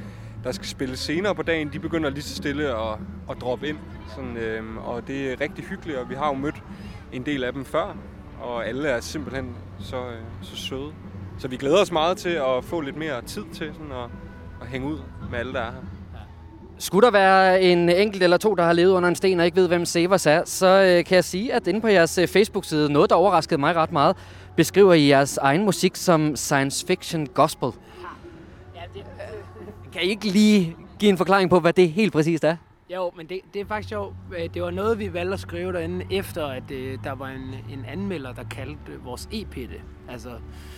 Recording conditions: outdoors